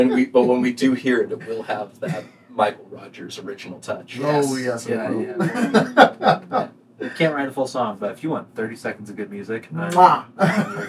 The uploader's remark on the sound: We had some issues with our audio recording and ended up having to use the scratch audio we were thankfully able to record.